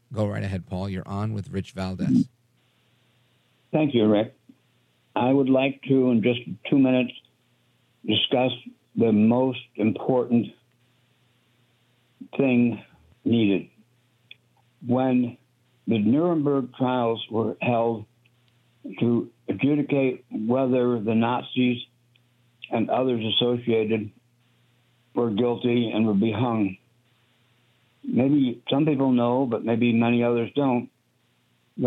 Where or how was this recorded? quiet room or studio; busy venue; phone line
phone line